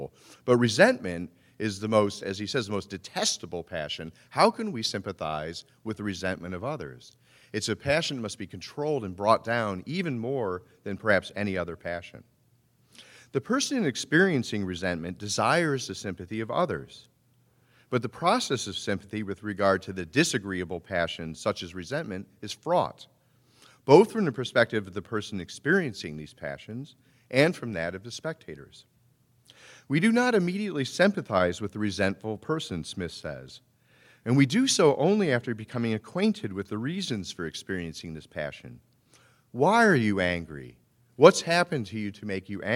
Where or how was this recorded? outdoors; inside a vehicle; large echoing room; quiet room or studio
large echoing room